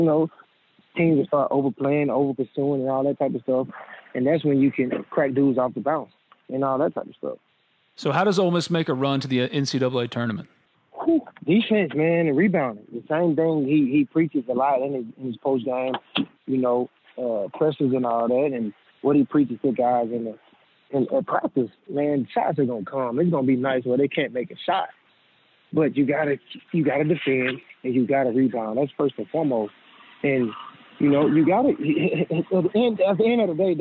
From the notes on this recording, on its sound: On the Modern Woodmen phone line.